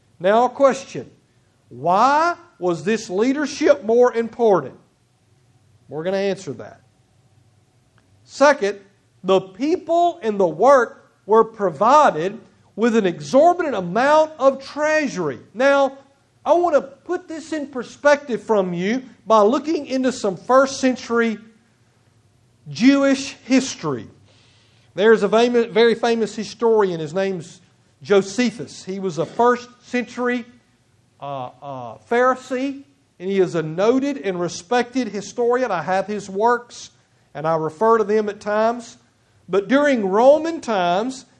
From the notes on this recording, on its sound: Preached on September 18, 2016 at Nola Baptist Church Sontag, MS.